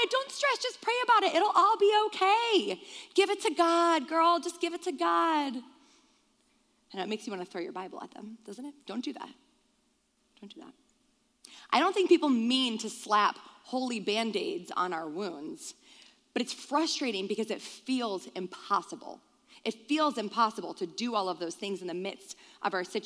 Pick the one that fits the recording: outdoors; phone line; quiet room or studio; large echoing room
large echoing room